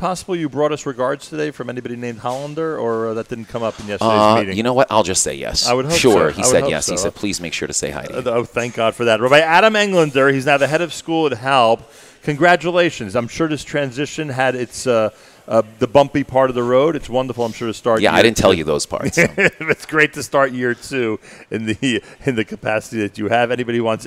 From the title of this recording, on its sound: Live from Gotta Getta Bagel in Woodmere, NY